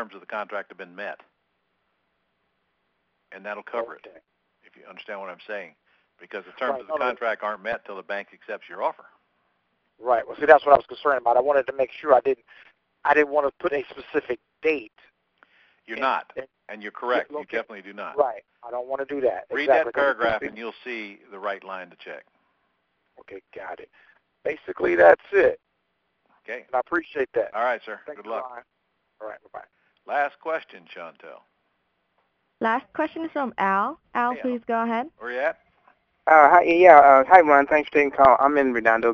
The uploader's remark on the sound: Q&A Call